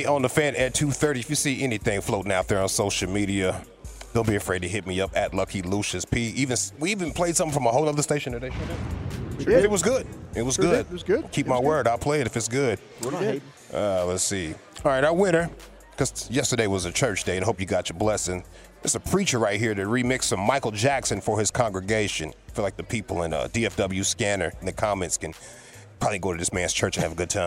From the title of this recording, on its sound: live from the Texas Rangers Toy Drive